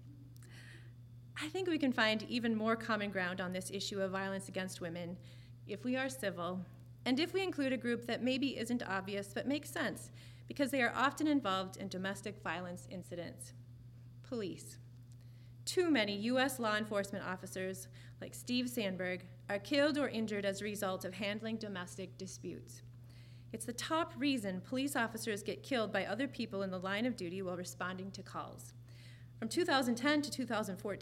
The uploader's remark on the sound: Recorded live at the Marion Ross Performing Arts Center in Albert Lea, MN.